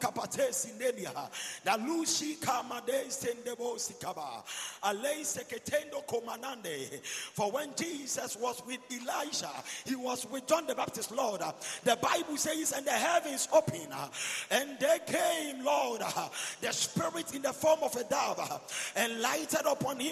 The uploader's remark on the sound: Preached at the Healing Jesus Campaign Pastor's Conference in Suhum, Ghana